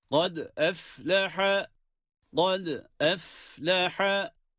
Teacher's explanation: Kad derken yine dal harfinde kalkale var.